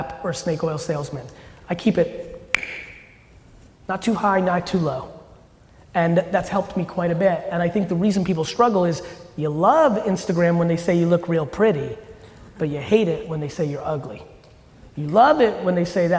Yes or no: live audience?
yes